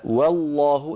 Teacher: انتقلي من واو مرققة إلى لام مفخمة